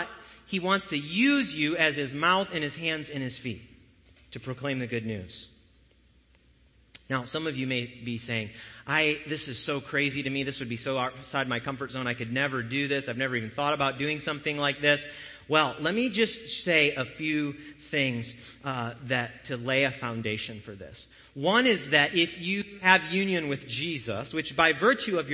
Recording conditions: large echoing room